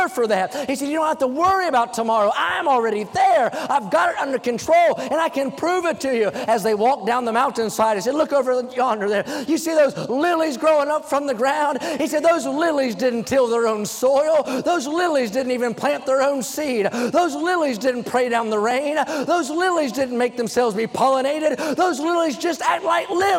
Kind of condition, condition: setting, large echoing room